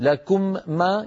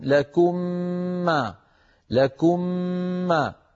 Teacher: فيطبقون على الميم الساكنة ويباعدون على الميم المتحركة، فاستعملوا المخرج مرة واحدة بدلا من أن يستعملوه مرتين · Shown in: second take · Term: الإدغام